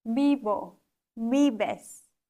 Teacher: Wichtig, dass du die Silbe mit Akzent betonst. Außerdem, das V wird im Spanischen wie ein leichtes B ausgesprochen